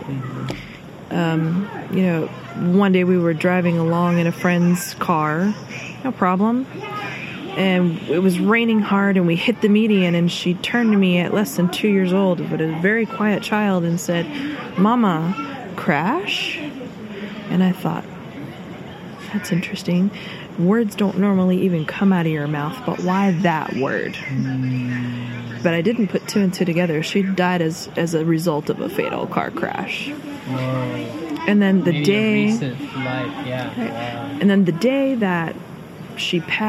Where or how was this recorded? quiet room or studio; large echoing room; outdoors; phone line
outdoors